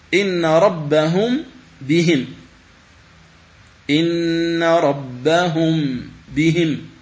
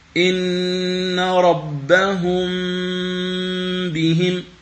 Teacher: صوت الميم يكون مستقلا عن صوت الباء